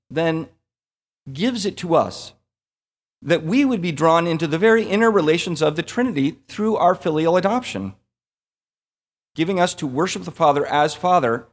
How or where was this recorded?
large echoing room